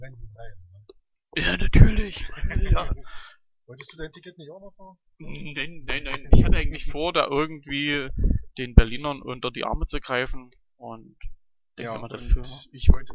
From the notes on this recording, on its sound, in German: Wir bitten also, die Tonqualität für unsere Pilotfolge zu Entschuldigen.